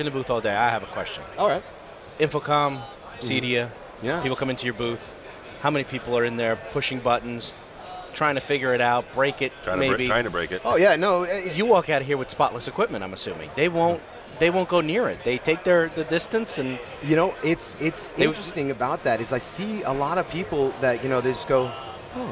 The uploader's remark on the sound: Live from ISE 2015. The world’s biggest AV show.